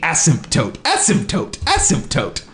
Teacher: Yeah, I always throw that P and T together there. Like, can we break that up a little bit by a vowel?